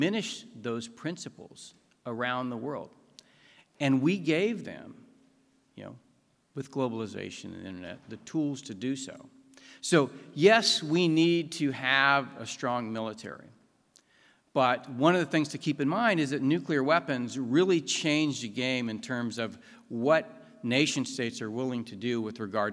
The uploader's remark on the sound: NatCon 3 Miami. Address at the Miami National Conservatism Conference on September 11, 2022.